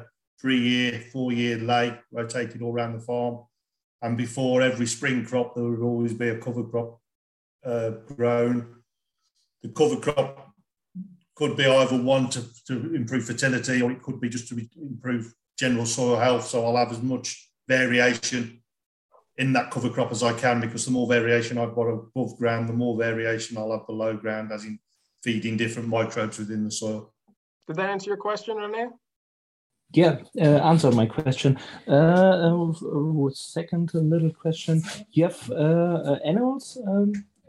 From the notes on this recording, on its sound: It comes from a live skill exchange call that I hosted from late last year, and the last half of the recording goes into the Q&A portion from farmers in our network.